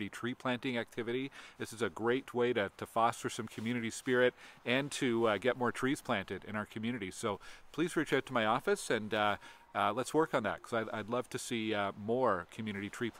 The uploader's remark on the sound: Recorded in front of a haunted house on Allan Moore Place in Potter’s Key.